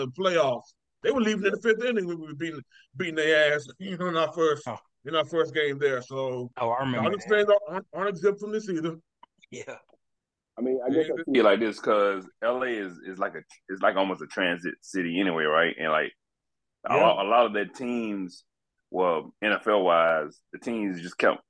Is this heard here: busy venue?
no